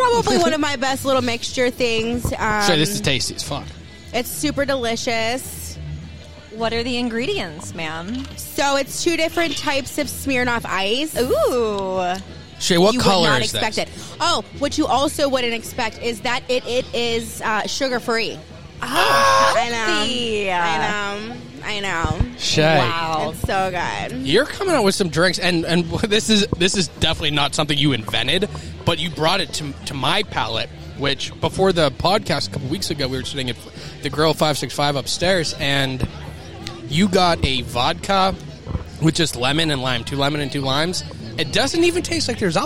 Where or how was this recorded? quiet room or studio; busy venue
busy venue